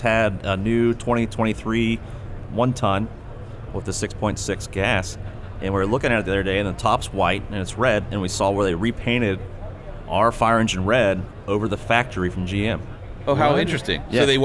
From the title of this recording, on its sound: SEMA Show 2023 Part 1, Live From The EGR Booth